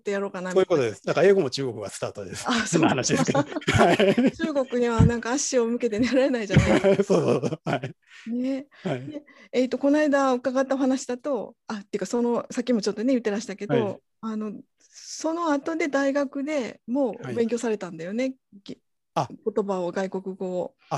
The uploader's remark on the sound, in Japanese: 収録場所：オンライン (Zoom)。